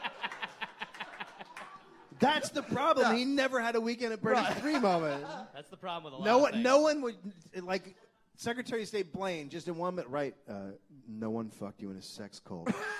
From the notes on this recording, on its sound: Live from LA Podfest